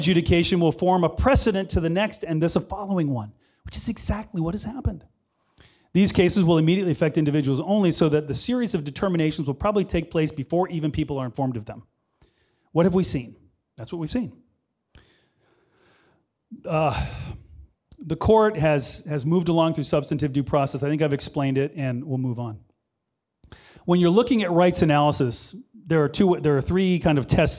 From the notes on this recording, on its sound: talk was part of the Parental Rights Conference at Franciscan University of Steubenville